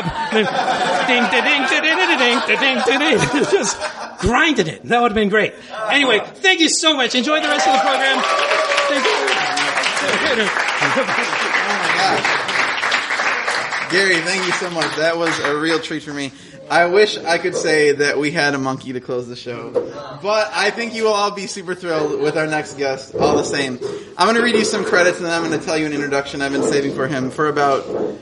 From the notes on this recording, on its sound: Recorded at the magnificent Dinosaur Coffee in Silver Lake. Los Angeles was incredibly kind to us.